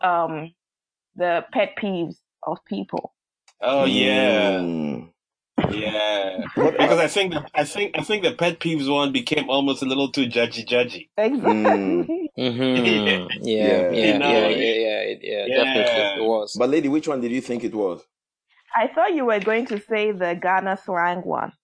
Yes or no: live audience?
no